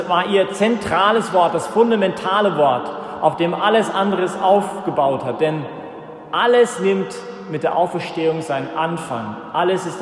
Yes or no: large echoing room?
yes